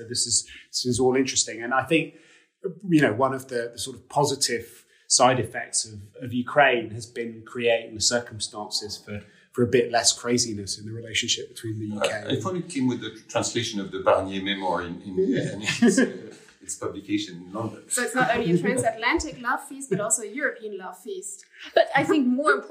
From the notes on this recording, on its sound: Live from the Munich Security Conference.